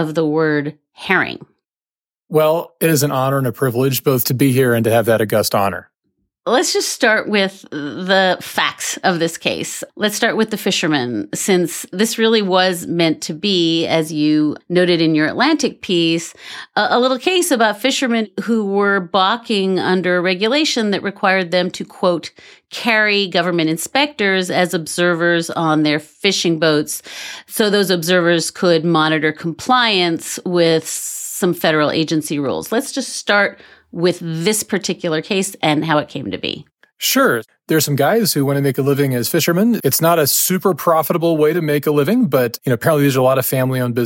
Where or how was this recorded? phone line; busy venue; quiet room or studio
quiet room or studio